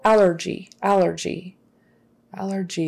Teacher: Stress is on the first one, the first syllable